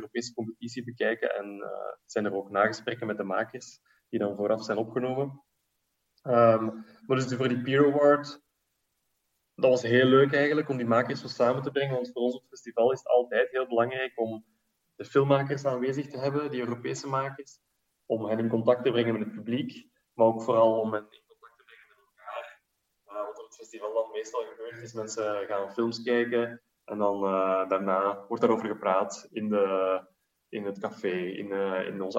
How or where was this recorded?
video call